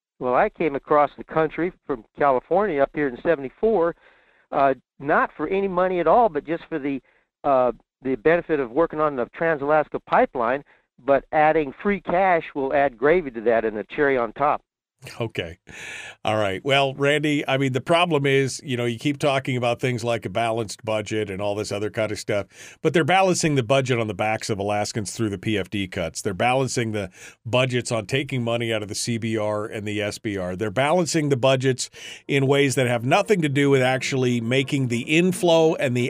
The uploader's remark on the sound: Today it's just you and me, with phone lines opening up right from the start.